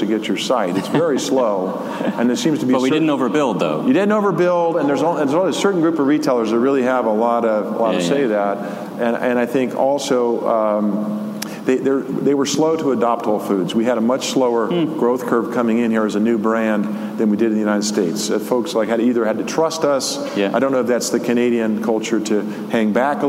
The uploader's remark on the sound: live from the main stage at RCC’s #STORE2019 conference